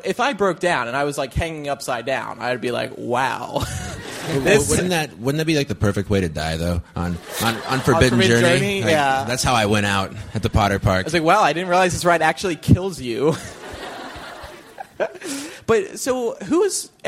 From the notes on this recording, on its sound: LIVE From Infinitus 2010 and The Wizarding World. The MuggleCasters are in Orlando to podcast in front of a live audience! The second is live from within the Wizarding World of Harry Potter theme park!